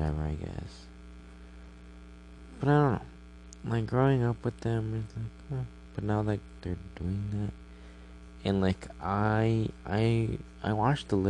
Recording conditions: hum or buzz